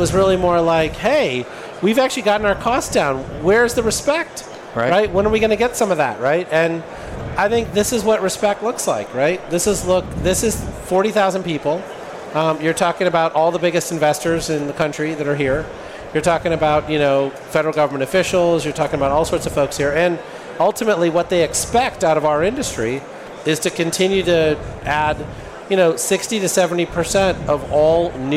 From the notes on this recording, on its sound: This recording took place at the PowerUp Live Podcast Stage at RE+ Las Vegas in 2023.